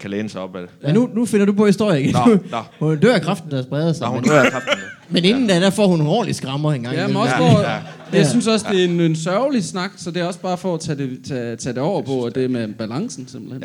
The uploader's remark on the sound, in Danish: LIVE fra Mojos Blues Bar.